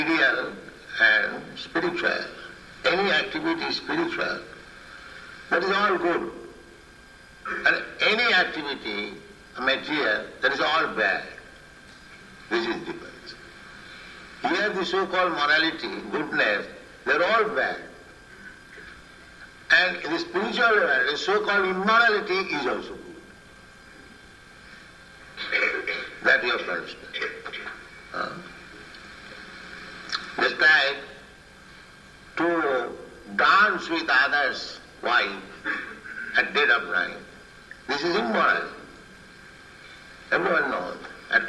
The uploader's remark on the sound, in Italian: in diretta dal Tempio di Villa Vrindavana